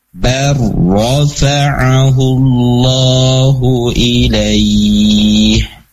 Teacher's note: karena sebelumnya ada harokat fathah, maka ro-nya ro tafkhim atau ro tebal